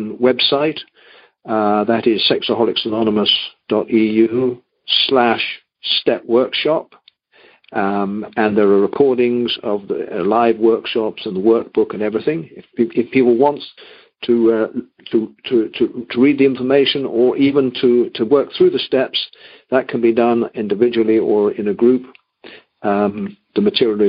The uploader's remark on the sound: Monday Noon Phone Speakers Series.